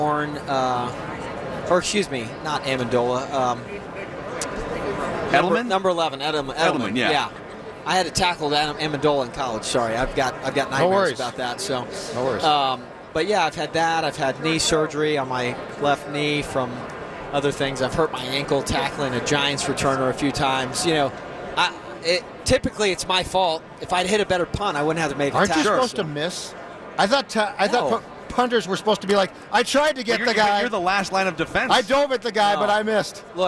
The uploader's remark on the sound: live from Radio Row all week